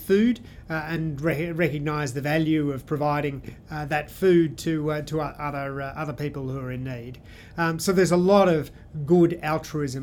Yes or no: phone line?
no